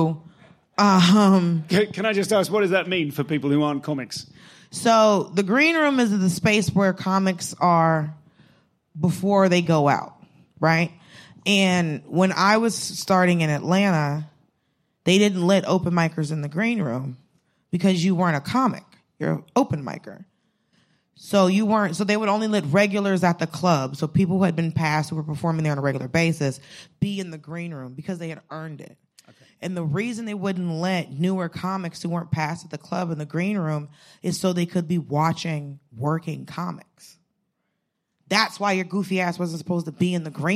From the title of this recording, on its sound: Live at SXSW